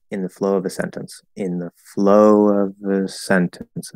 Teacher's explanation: We even usually drop the V, and it's usually just a little schwa sound